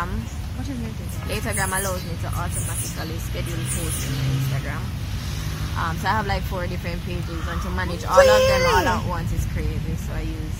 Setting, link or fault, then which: setting, outdoors